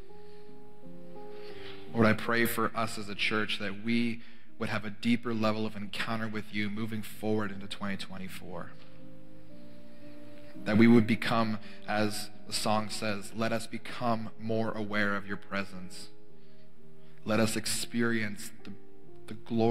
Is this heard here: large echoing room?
yes